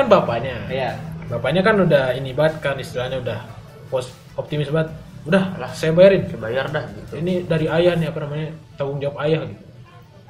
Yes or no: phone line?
no